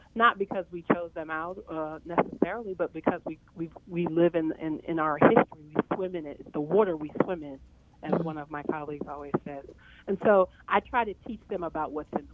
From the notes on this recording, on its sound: Is live from Center For American Progress. She welcomed two phone guests.